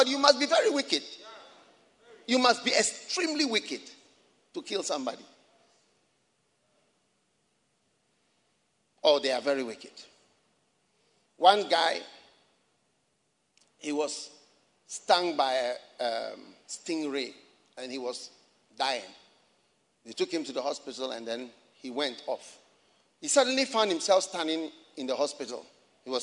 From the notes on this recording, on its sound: Preached at the Resurrection Sunday Service, First Love Church, Accra.